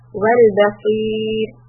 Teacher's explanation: The raw will be soft because there's a ya and a kasra preceding.